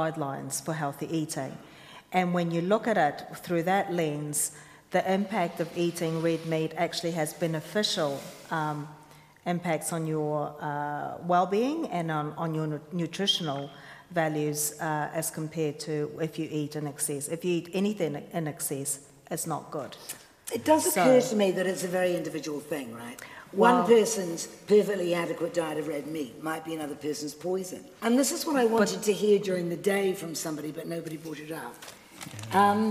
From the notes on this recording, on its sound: A panel of experts at the annual seminar of the New Zealand Food Safety Science & Research Centre.